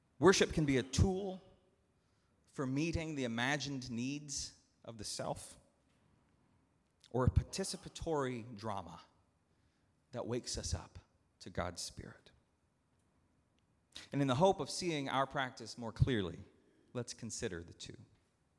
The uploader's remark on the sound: at Northminster Church on November 3, 2019